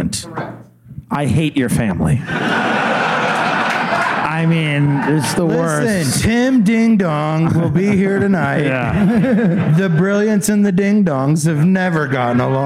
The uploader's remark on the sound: Live from Goodnights Comedy Club in Raleigh